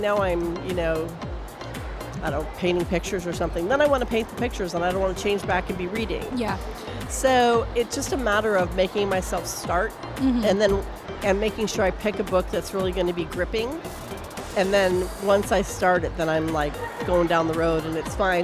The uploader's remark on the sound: Live from SIBF 2023